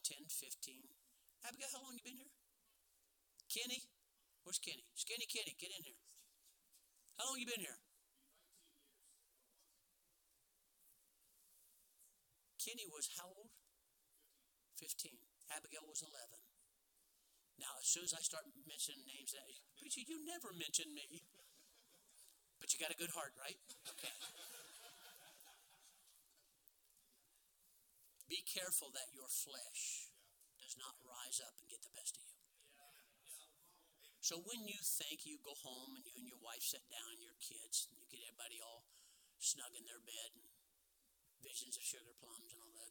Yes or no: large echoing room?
yes